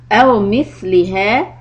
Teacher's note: letter tha, tip of the tongue comes out. If you're going to stop on mithliha, then you don't do four harakat.